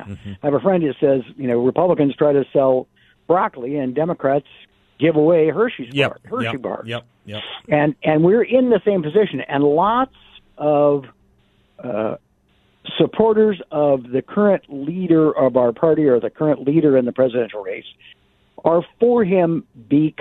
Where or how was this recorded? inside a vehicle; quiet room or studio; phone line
phone line